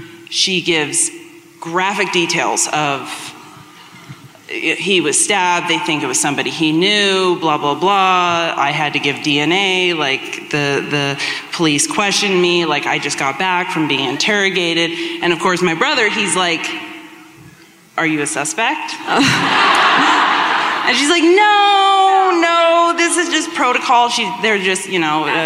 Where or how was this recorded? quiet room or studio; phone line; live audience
live audience